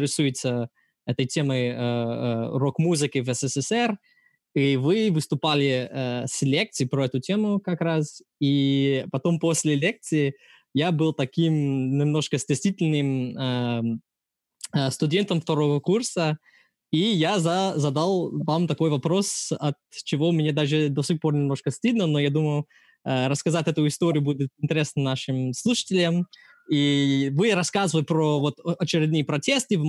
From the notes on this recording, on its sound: This episode was recorded on April 7th, 2020 via Zoom.